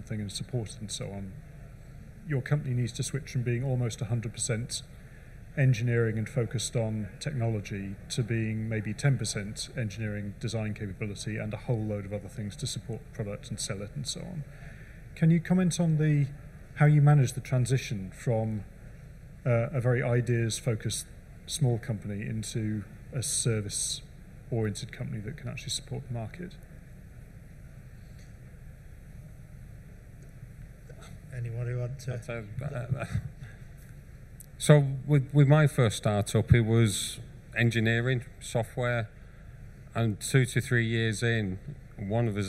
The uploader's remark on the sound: Recorded at Med-Tech Innovation Expo 2022